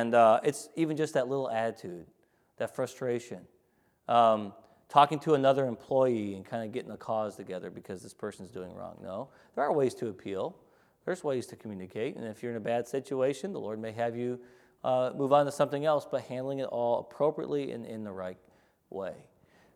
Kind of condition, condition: setting, large echoing room